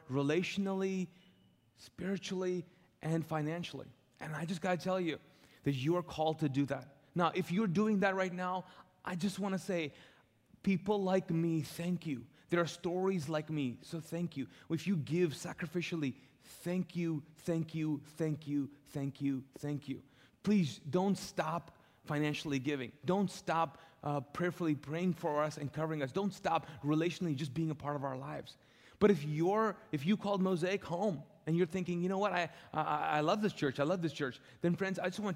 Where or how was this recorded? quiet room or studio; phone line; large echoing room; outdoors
large echoing room